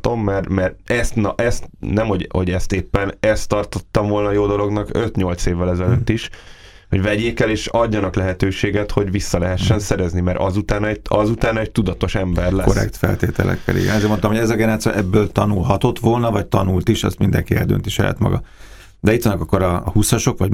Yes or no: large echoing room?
no